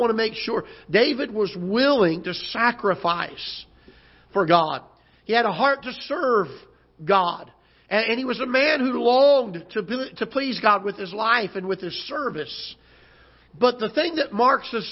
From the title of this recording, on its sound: Ketha Heights Baptist Church ~ Live Broadcast